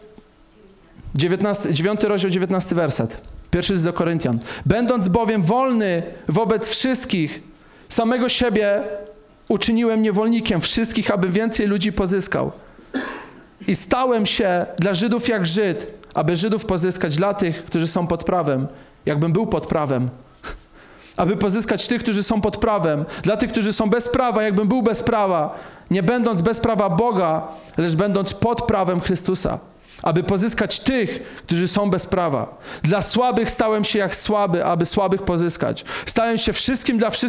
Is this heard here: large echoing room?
yes